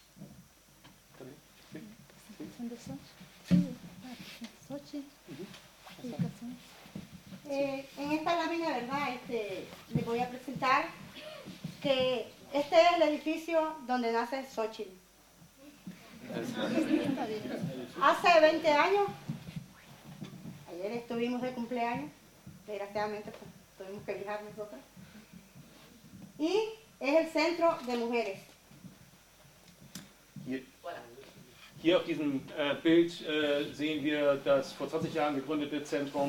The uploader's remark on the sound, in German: Mitschnitt des Vortrags. Auf der INKOTA Herbsttagung in Brandenburg.